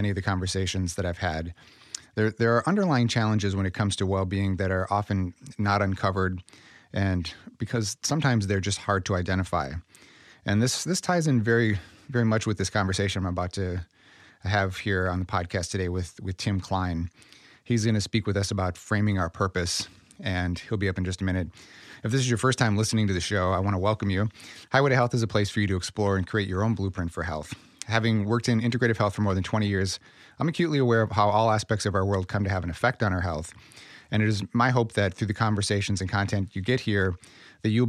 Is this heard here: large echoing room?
no